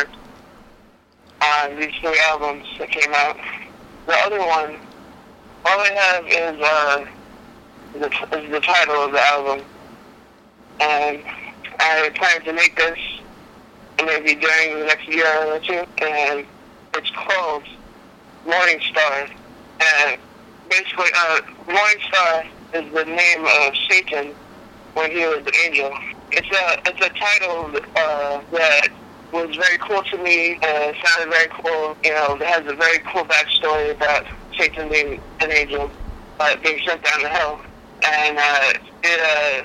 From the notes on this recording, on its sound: on the phone